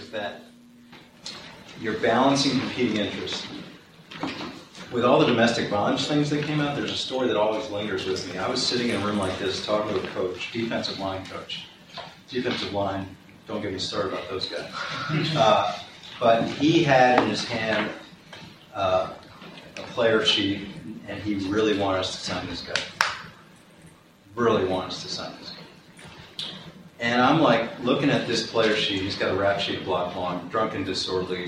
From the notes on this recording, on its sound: plays his speech from the recent Wharton Sports Business Summit